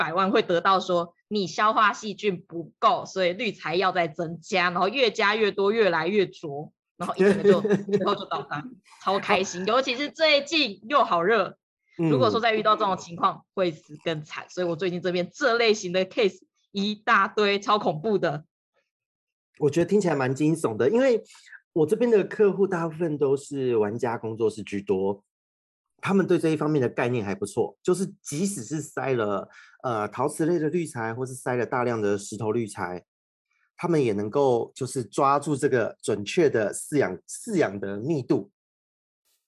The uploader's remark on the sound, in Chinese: 只是音質的部分因為我們合體錄音都用Zoom。所以多少有點卡卡。